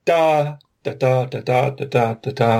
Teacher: your first syllable has the primary stress, and then there's no stress on the second syllable · Term: secondary stress